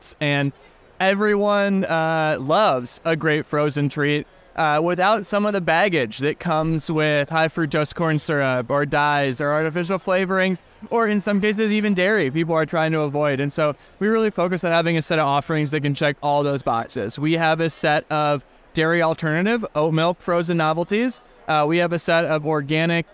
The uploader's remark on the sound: recorded on the Expo East trade show floor